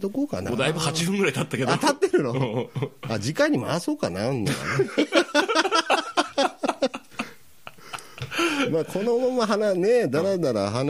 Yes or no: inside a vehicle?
no